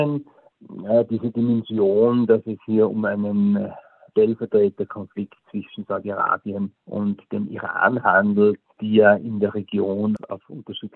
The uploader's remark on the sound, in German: ein Telefoninterview